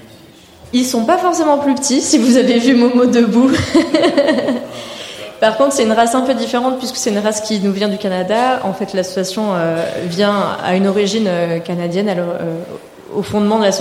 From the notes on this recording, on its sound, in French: Enregistré en direct du festival PodRennes. Mais aujourd'hui, vu que l'introduction est également enregistrée en direct, nous allons tout de suite en apprendre plus ensemble.